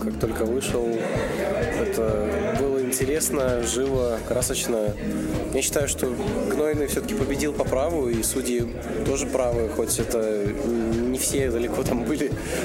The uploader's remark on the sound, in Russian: В один из погожих осенних вечеров редакция Теплых Новостей встретилась с рэп-исполнителем. Встреча проходила в кафе с потрясающими бургерами Red29.